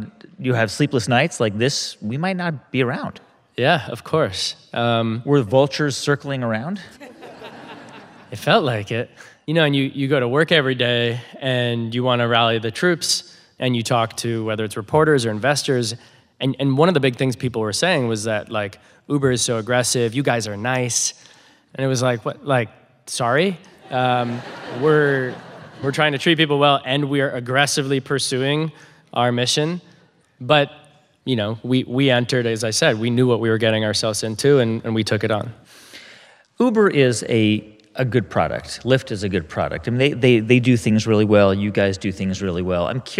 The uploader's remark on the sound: At The HIBT Summit. In front of a live audience in San Francisco.